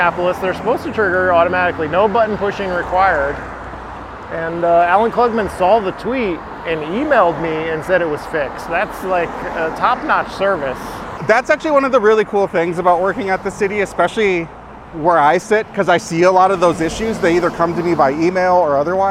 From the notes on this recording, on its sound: Recorded while on his bike commute home after a day representing Ward 1 at Minneapolis City Hall.